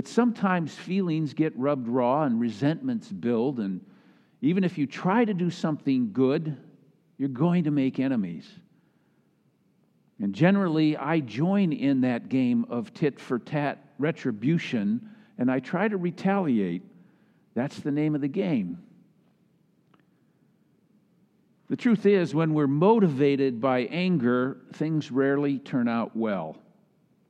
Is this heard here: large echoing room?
yes